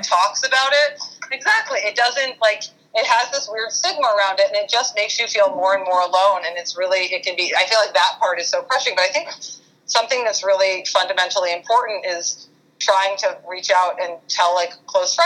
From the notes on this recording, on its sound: On this episode, I had a conference call